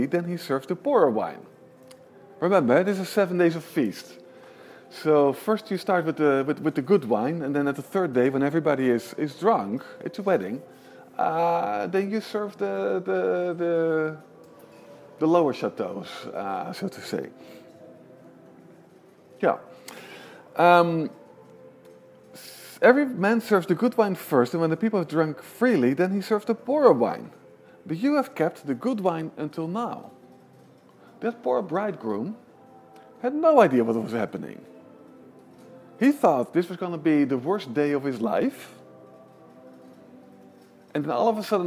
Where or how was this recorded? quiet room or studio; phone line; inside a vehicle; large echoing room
large echoing room